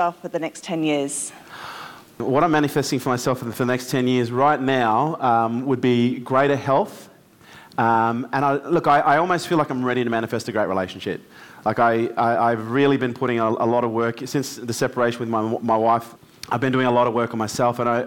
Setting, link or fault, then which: setting, live audience